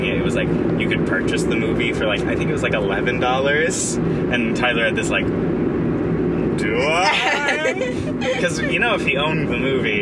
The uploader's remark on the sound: Oh goodness car audio. Took it upon themselves to see just how low quality the audio could get.